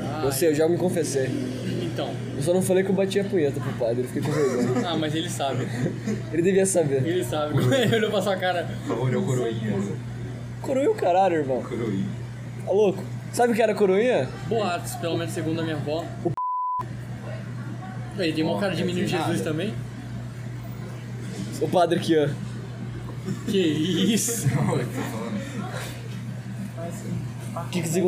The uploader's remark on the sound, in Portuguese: A gente estava saindo do bar de sinuca e paramos na OXXO (loja de conveniência), achei legal nossa conversa e comecei a gravar. Desculpe a qualidade do áudio, juro que dá pra ouvir de boas, mas tem um ruído.